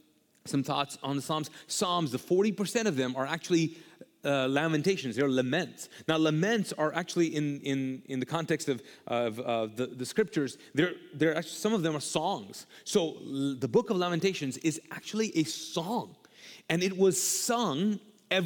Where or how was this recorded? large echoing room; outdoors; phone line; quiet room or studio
large echoing room